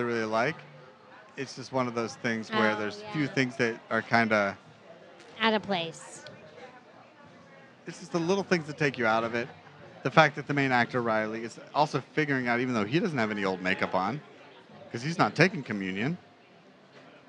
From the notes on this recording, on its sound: This episode was recorded over drinks and dinner at The Independent Bar and Cafe in Tampa, Florida.